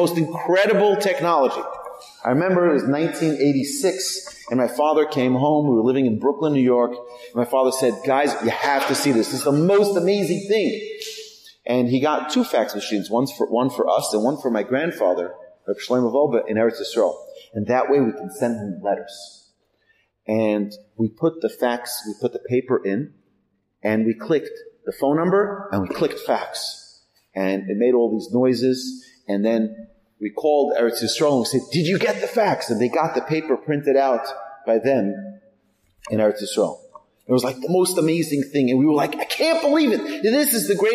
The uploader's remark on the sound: Recorded at TGA - Torah Girls Academy to a live audience on October 6, 2022, in Houston, Texas.